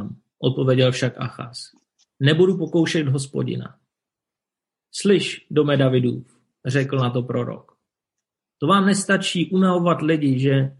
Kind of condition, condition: link, video call